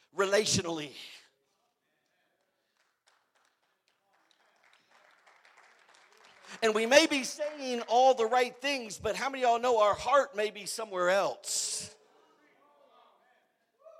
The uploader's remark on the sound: Preached at the "Dream Again" conference in Riverside, California.